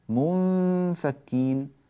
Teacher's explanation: منفكين نون ساكنة بعدها حرف الفاء، وهذا إخفاء حقيقي